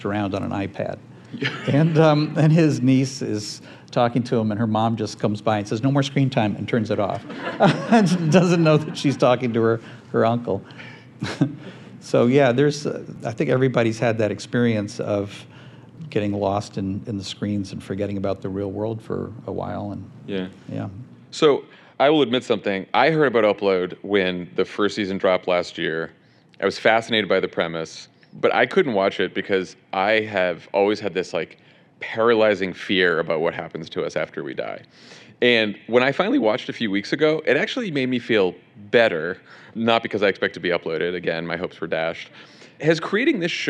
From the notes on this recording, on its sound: Recorded live from the podcast stage at South by Southwest.